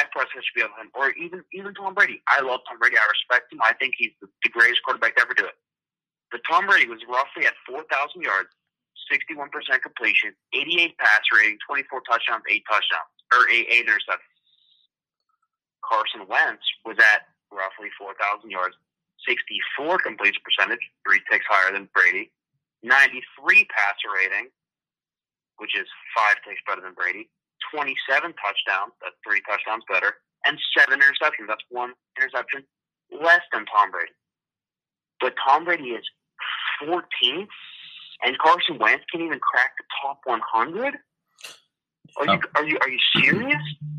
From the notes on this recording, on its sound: on the phone